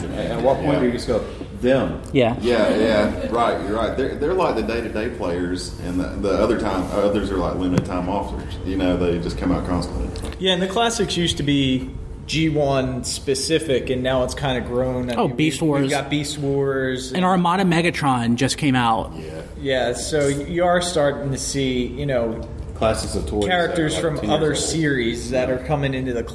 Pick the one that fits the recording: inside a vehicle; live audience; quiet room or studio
live audience